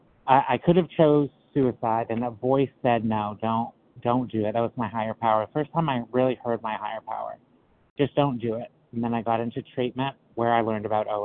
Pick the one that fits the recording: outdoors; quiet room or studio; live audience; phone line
phone line